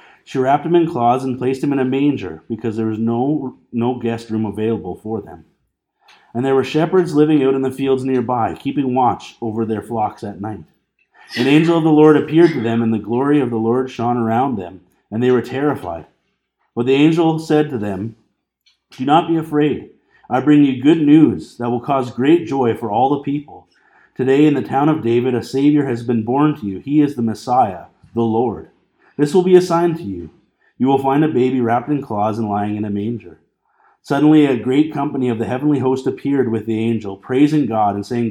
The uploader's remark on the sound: This Sunday evening message was recorded on December 29, 2019 at Bethel Pentecostal Tabernacle in Clinton, BC.